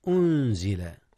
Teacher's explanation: أنزل إخفاء جاء هنا يا أستاذنا. أخفيت النون قبل الزاء إذ الزاء من حروف الإخفاء